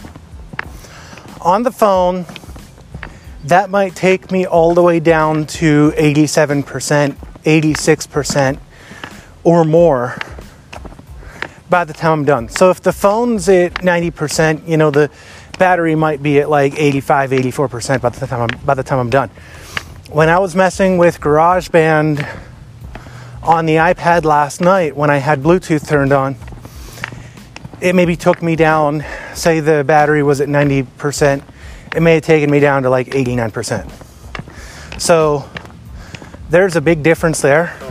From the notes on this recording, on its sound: Made and edited on my IPad, uploaded to Anchor via the IPad, and the writing was done via my iphone. It's a beautiful day and so I'm out walking and talking and listening to the radio.